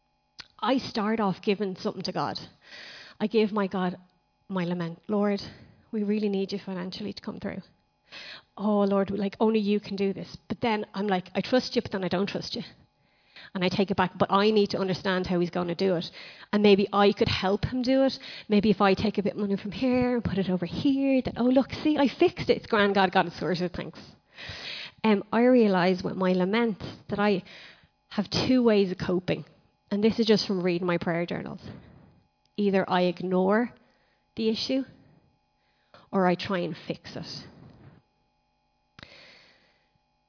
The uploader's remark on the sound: Recorded live in Liberty Church in 2019